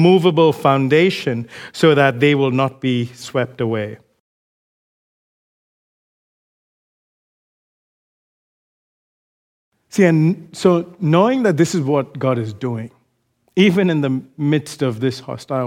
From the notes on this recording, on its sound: recorded live at Grace Community Bible Church